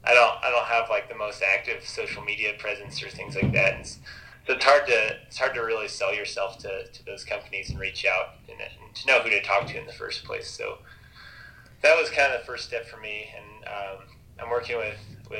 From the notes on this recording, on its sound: joined us for a phone conversation this week